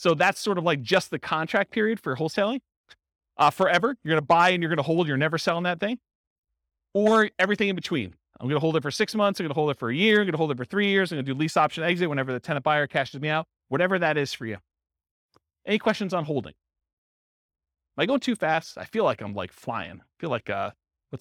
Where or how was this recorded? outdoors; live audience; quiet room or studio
live audience